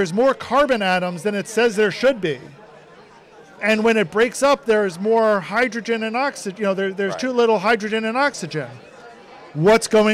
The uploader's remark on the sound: Live and In Person at Voice+AI 2023. At the Voice and AI 2023 conference.